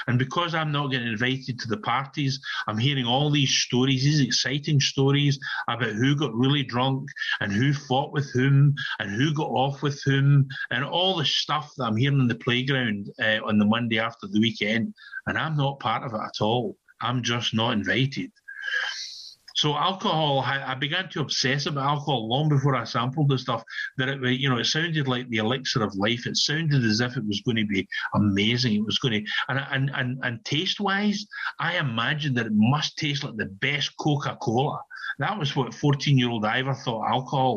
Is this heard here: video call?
yes